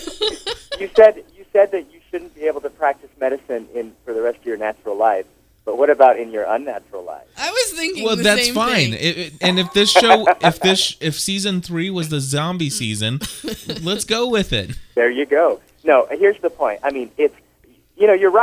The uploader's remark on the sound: We are joined by several LIVE CALLERS who add to the conversation.